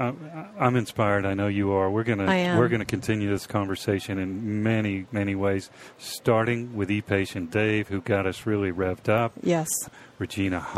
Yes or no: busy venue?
yes